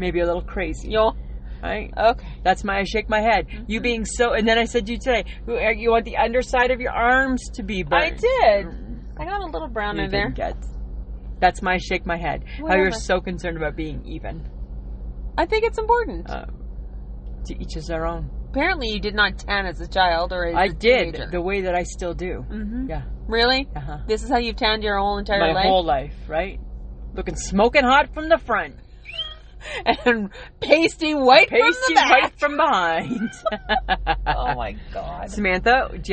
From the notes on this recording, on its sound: We are at the lake and had to go old school and recorded it directly to podbean.